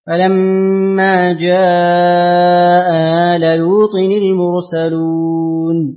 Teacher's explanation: ثم اقرأ لقنبل بتوسط جاء مع تسهيل الهمزة الثانية مع القصر